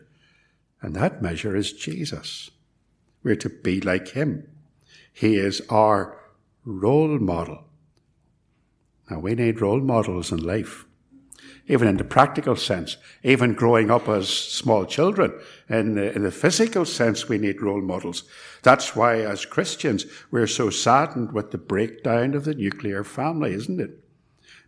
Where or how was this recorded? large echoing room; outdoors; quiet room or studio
large echoing room